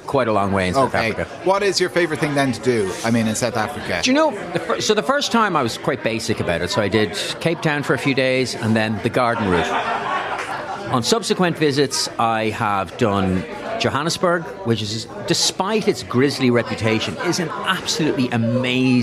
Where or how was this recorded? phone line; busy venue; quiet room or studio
busy venue